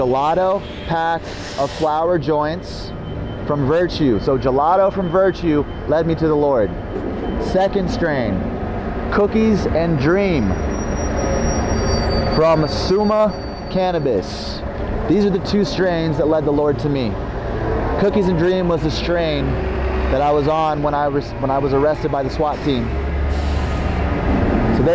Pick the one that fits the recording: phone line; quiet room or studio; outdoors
outdoors